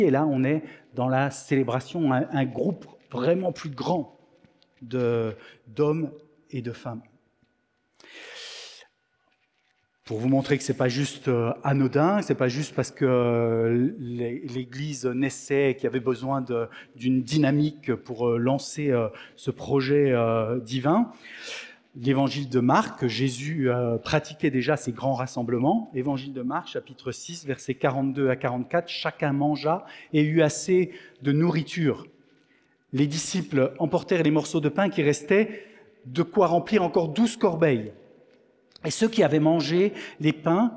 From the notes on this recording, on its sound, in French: Enregistré à l'église CVV, le 17/09/2023